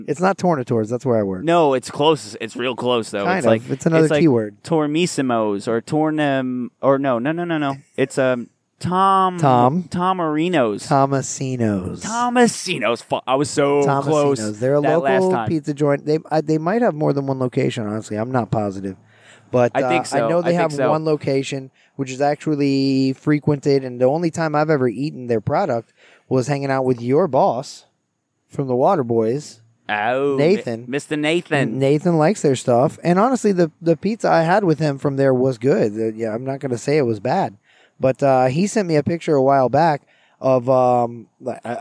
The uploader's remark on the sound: Recording at Lake Eola